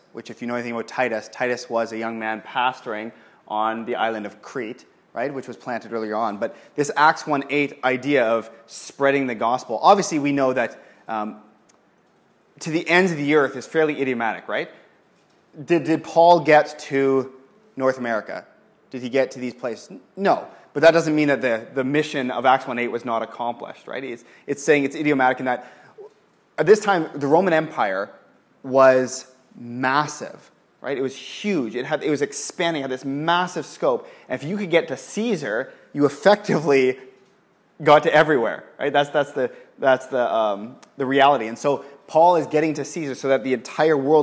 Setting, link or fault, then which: setting, live audience